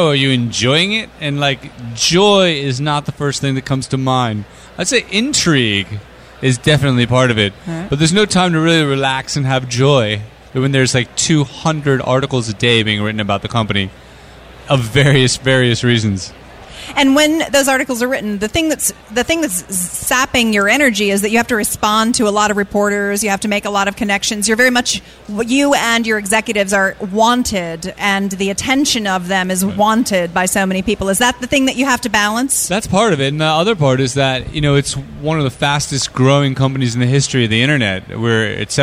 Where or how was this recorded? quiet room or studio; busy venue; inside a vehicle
busy venue